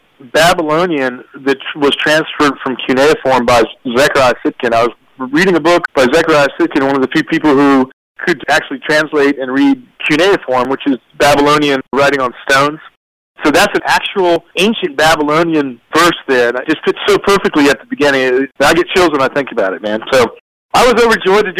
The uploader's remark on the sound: This phone interview